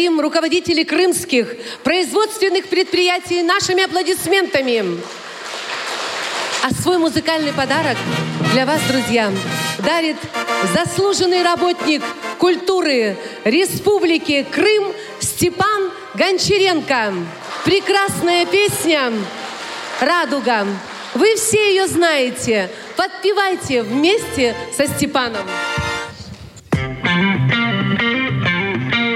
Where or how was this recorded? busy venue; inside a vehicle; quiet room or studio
busy venue